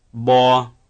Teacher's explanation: What is the pitch contour? It's mid-level.